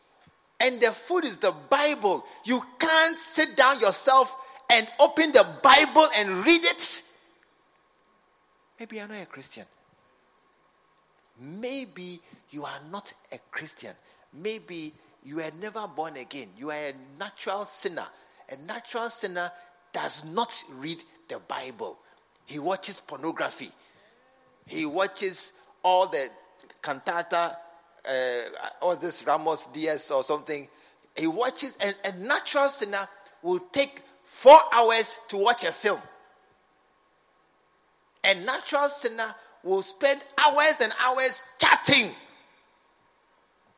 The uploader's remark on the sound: Preached at the True Vine Cathedral Bantama.